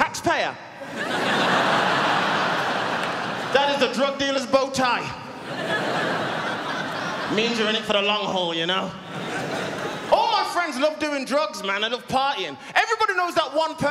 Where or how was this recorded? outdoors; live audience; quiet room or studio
live audience